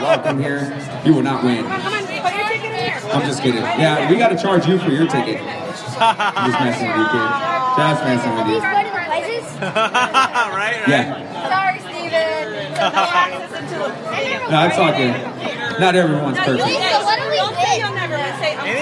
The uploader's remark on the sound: All Angels Podcast Live under the Big.